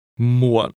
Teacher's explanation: the word for late is pronounced with a low, falling, broken tone.